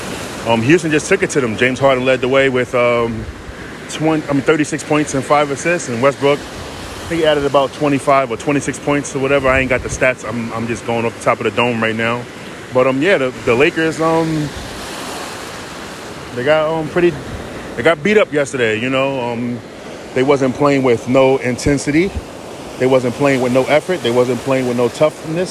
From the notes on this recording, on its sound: In this very short episode I am recording from Folly Beach. I caught the sunrise and decided while I was knee deep in the Atlantic Ocean to do a quick two minute podcast.